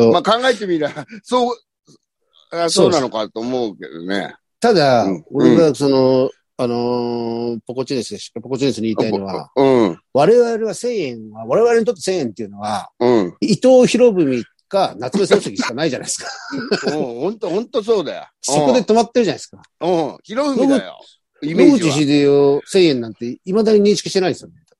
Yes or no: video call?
yes